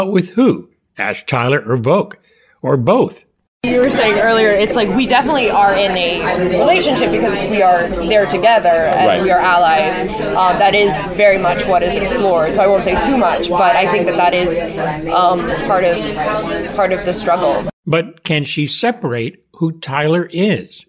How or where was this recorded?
busy venue